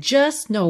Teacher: Então, olha, just know. Atenção que você não escutou nada do T. Do S já foi direto pro N.